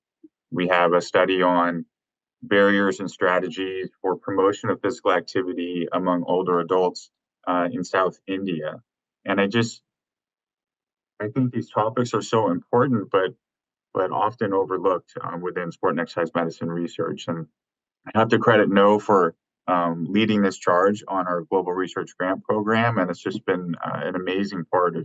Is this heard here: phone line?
no